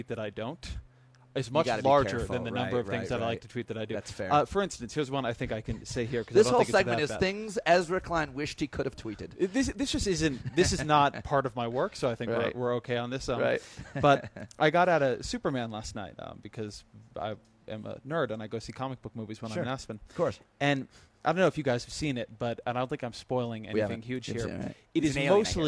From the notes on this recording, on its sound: On location at the 2013 Aspen Ideas Festival